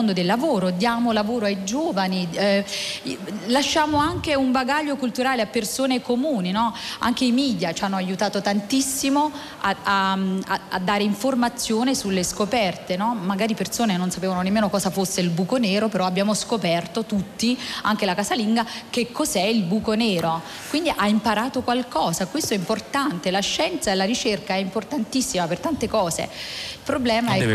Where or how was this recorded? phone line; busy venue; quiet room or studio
busy venue